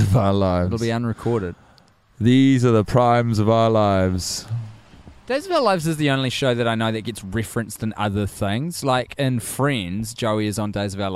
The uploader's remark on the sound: The boys initial recording of this watch has been lost to the sands of time due to a technical glitch. Record it while walking about the neighbourhood at night.